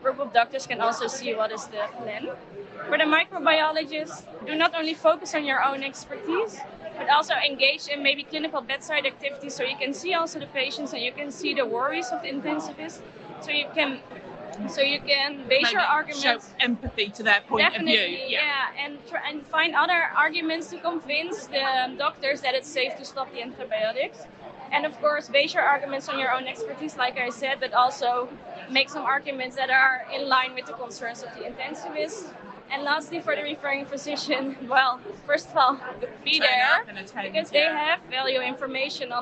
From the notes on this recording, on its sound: live from Copenhagen, Denmark, for the 33rd European Congress of Clinical Microbiology & Infectious Diseases (ECCMID 2023), 15-18 April 2023.